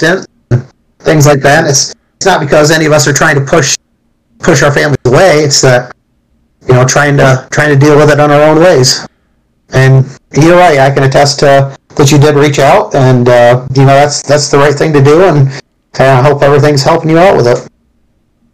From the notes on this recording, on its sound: Bare with us while we work thru the best settings for audio etc.